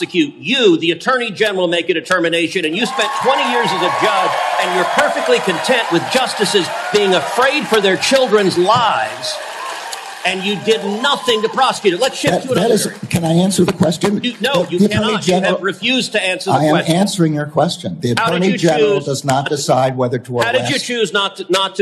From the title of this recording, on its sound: Live at CPAC